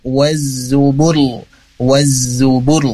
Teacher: karena huruf ro ini sukun dan sebelumnya berharokat dhammah maka harus ditebalkan